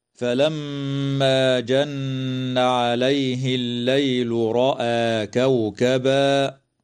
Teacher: الميم المشددة في كلمة فلما، وكذا النون المشددة في كلمة جن، حكمهما الغنة بمقدار حركتين وصلا ووقفا